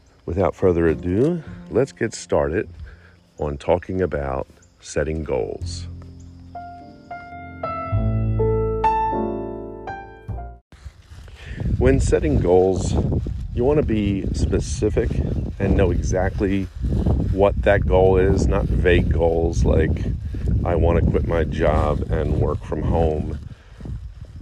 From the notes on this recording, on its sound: I record the entire podcast while walking my dog